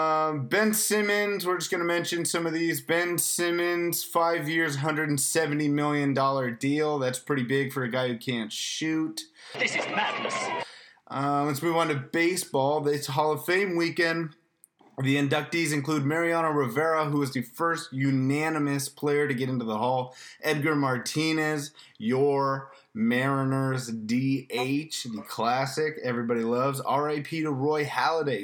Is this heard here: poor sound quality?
yes